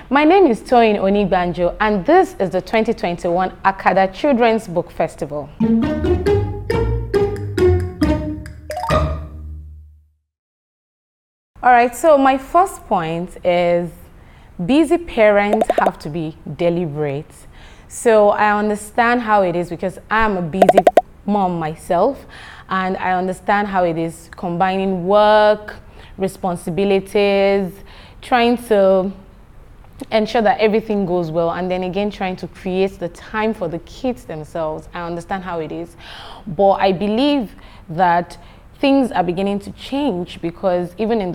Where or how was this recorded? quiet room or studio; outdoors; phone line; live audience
live audience